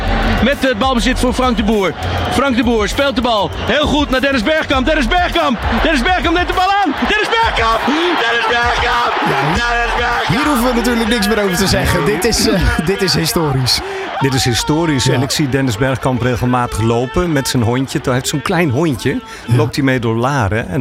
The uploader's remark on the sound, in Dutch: Tienjarig jubileum ALLsportsradio 31 januari 2024 - Afterparty